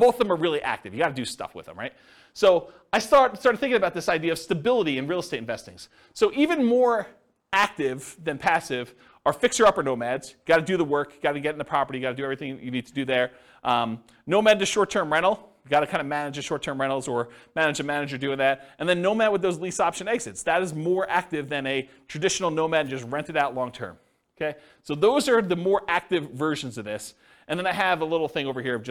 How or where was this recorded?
live audience